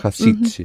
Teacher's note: Stressed on the ending, yes, second syllable.